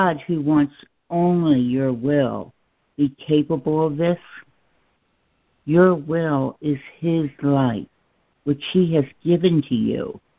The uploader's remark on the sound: ACIM Daily Conference Call.